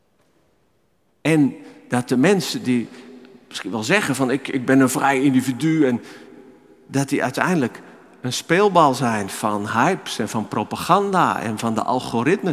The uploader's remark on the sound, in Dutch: Opgenomen in de Noorderkerk te Amsterdam.